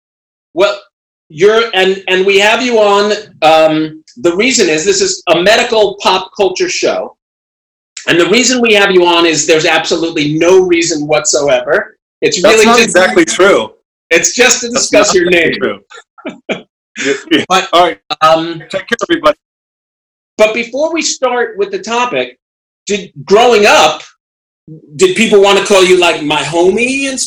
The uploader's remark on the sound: Call-in so we could do a Zoom interview while Los Angeles is still under quarantine lock down. We are doing our best with the sound quality options we have available to us.